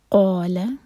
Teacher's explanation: قاف ہیوی، لام لائٹ، قا دو حرکہ، لا ایک حرکہ، اگر اس کو لمبا کیا تو میننگ چینج ہو جائے گا.